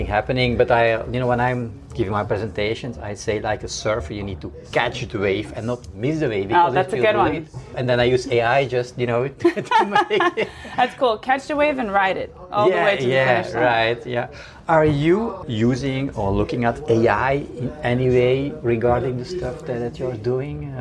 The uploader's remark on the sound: This episode was recorded at Web Summit in Media Village.